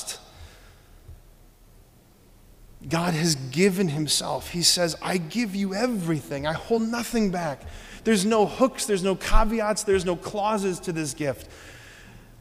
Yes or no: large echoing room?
yes